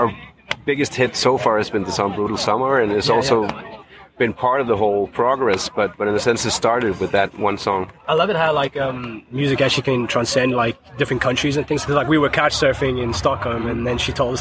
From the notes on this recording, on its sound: Comes to you straight from our time at the Devilstone festival in Lithuania. The crazy drunk polish dudes who stopped by halfway through the interview.